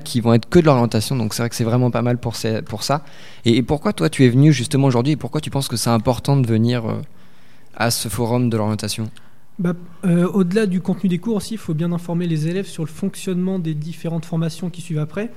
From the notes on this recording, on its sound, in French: Interview réalisée en direct samedi 2 février 2019 lors du 2nd Forum de l'orientation du LRB